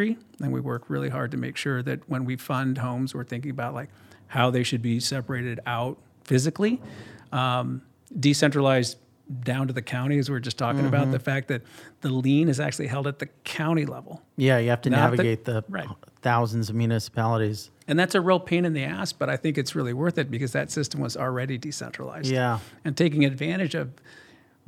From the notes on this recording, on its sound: recorded at SALT NY 2022